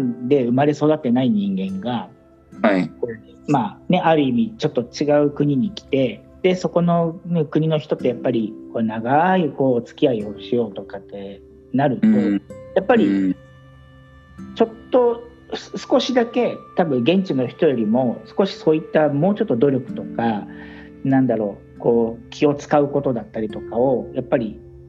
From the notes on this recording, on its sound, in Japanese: コラボ収録。はじめてのweb対話収録！